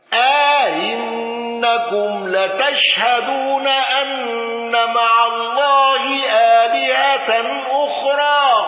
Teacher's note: بتسهيل الهمز الثانية مع الإدخال وقصر المنفصل وسكون ميم الجمع